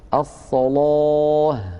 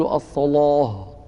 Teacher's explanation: مثال ذلك قوله تعالى الصلاة، الصلاة، لاحظوا بأن اللام مفتوحة وقبلها صاد مفتوحة، الصلاة، ولكننا لا نفخم الهاء التي في الآخر فلا نقول الصلاة، لابد من عند الهاء من عودة الفم إلى وضعه الطبيعي حتى لا تخرج الهاء مفخمة · Shown in: first take